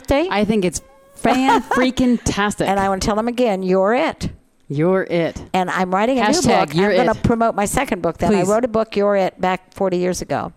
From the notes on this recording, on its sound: Join VoiceAmerica and Special guest Hosts as we Broadcast day 2 Live form the Largest Women's conference in the USA! We will be live for 2 days bringing you all the event action, keynote speakers and VoiceAmerica hosts.